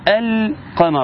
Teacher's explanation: اظهرت اللام وواضحة خارجة من مخرجها، خارجة بصفتها، فيبقى لها وزن معين. · Term: اللام القمرية